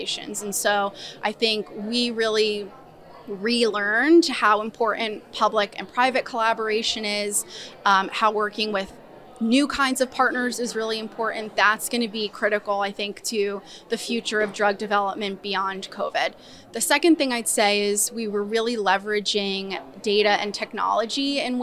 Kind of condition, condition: setting, busy venue